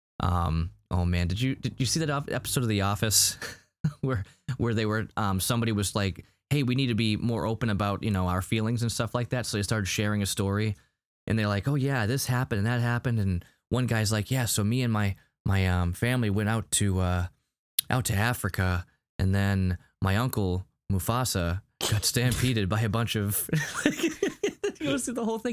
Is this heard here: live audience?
no